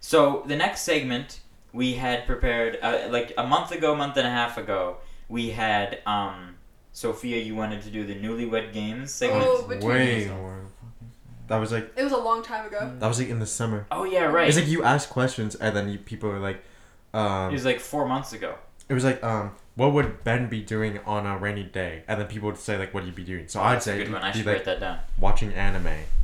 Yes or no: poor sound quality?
yes